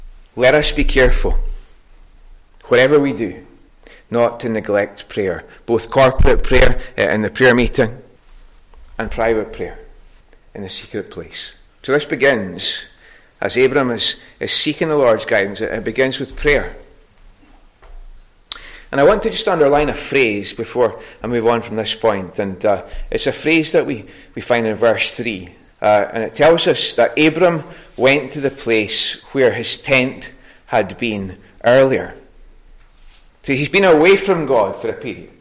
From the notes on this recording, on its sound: recorded at North Harris Free Church on the evening of Sunday 4th September 2022.